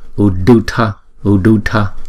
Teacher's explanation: Chữ D có dấu nặng và chữ thờ có dấu nặng thì chúng ta đọc cong lưỡi lại.